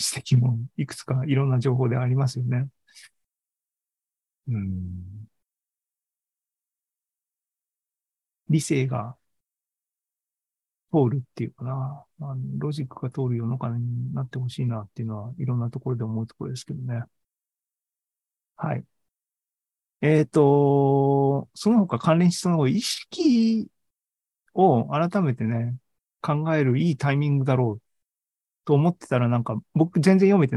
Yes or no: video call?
yes